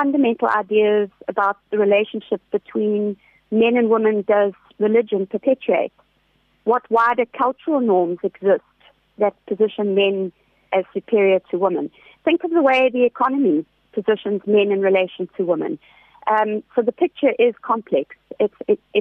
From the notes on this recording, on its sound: Joining us on the line today